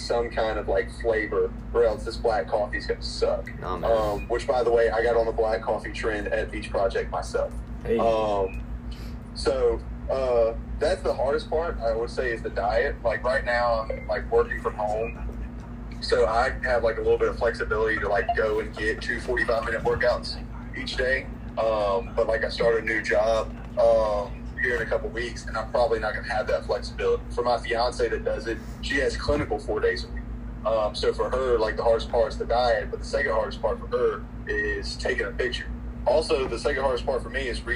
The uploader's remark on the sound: we have a live caller